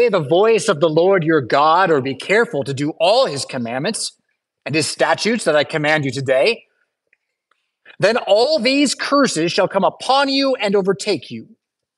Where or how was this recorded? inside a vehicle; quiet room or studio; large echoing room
large echoing room